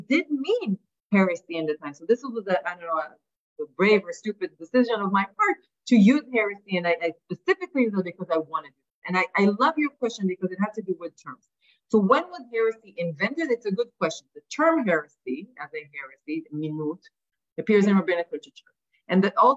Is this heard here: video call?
yes